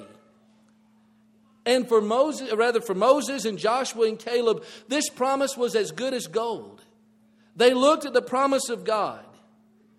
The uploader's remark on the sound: This audio presentation is provided from the Bear Valley church of Christ in Denver, Colorado.